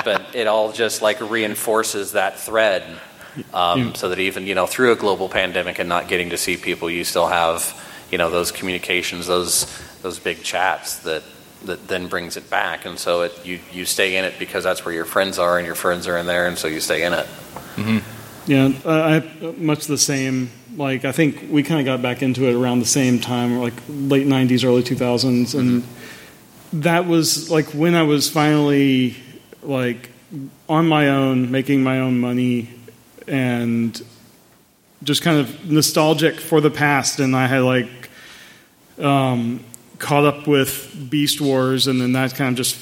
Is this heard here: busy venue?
yes